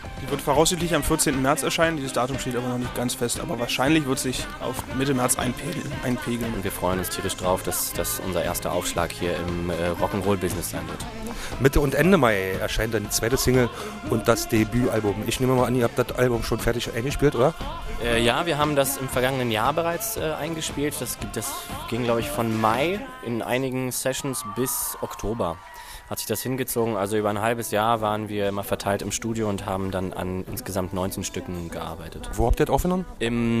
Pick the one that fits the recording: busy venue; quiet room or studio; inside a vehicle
busy venue